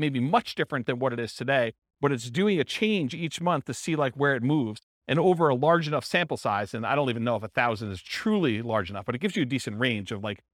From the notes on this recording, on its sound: This was a live class recorded